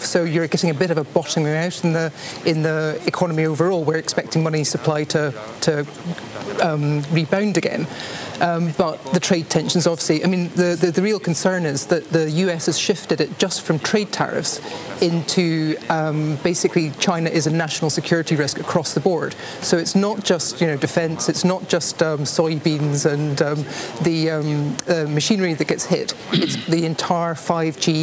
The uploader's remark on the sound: Bloomberg Surveillance is live from the Bloomberg link for the Year Ahead Summit.